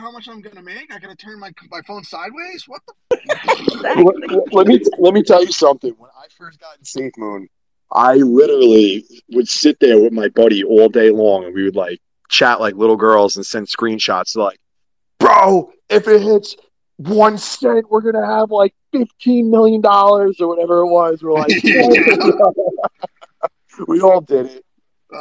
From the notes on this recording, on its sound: Affinity Sundown, recorded on Twitter Spaces, 4/6/22.